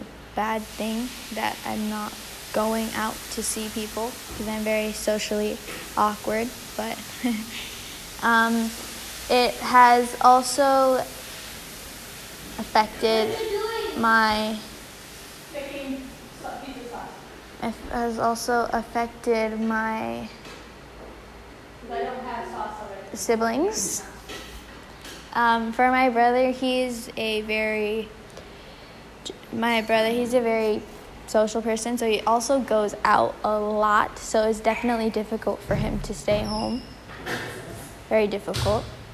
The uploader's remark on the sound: I apologize for the background sounds